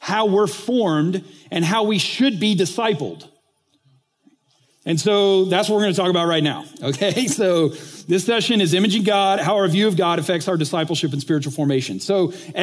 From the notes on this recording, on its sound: recently taught at the Church Leaders Conference